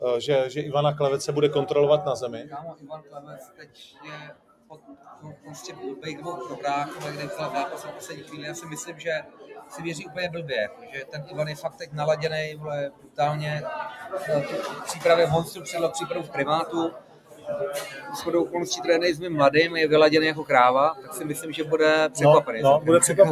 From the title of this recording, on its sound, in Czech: LIVE Z HOTELU, A PROCHÁZKA V NY